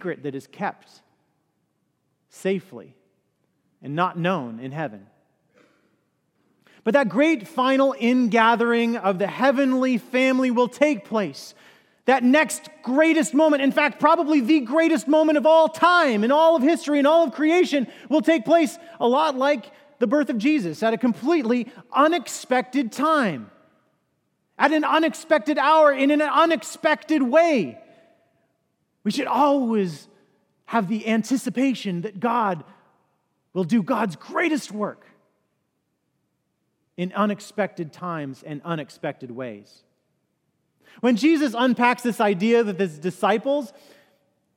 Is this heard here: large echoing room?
yes